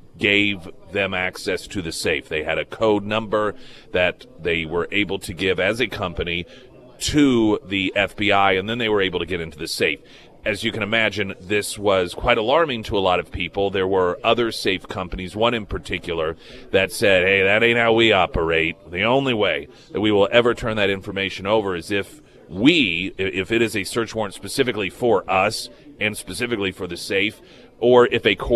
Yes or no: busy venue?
yes